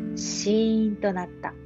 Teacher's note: もうフラットですね。全然アップダウンなし。